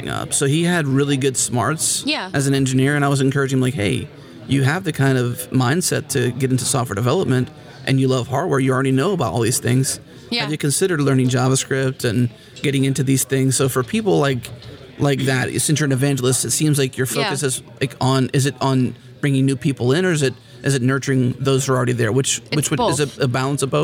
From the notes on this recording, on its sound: recorded at Node Interactive 2016